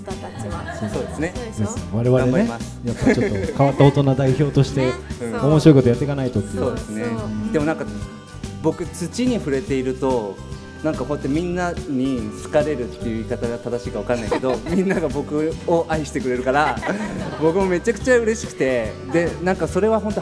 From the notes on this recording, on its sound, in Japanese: 公開収録